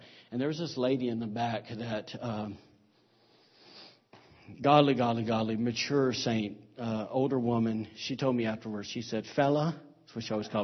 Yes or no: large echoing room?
yes